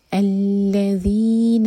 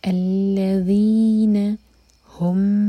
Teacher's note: ذیل کے لیے آپ کی زبان ہمیشہ اوپر والے دانت کو ٹچ کرے گی اور تھوڑی سی ٹپ باہر ہوگی